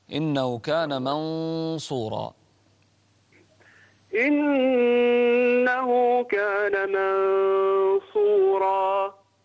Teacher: يعني الغنة في منصورة مفخمة لأن الحرف الصاد مفخم